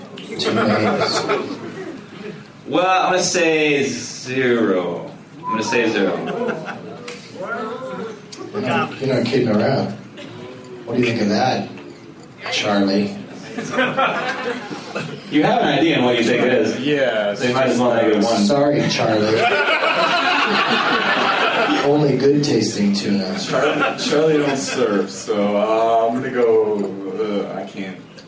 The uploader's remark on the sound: against audience members at Zanies in Rosemont, IL.